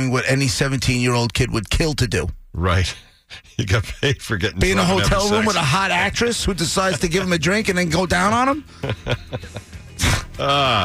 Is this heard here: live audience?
no